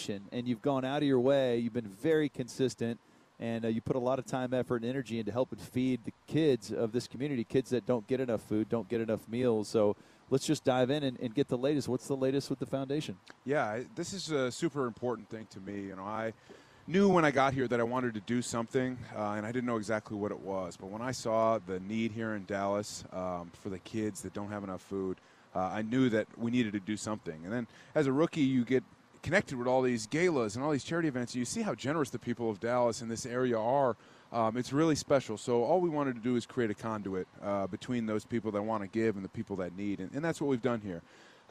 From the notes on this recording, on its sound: live from his own charity event at Top Golf